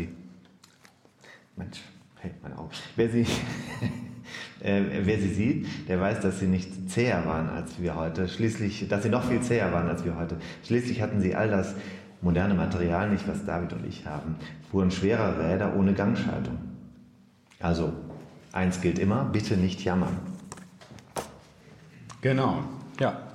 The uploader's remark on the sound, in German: Der Kleinkunstverein Altbau in Irsee im schönen Allgäu hat uns zu Lesung und Live-Podcast eingeladen